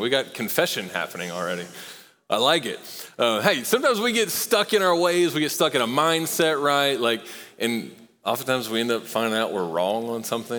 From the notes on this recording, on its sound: Recorded live at Long Hollow Church.